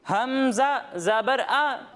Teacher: جب ہم حمزہ کی ادائیگی کریں گے تو اس کی ادائیگی حلق کے نچلے حصے سے ہوگی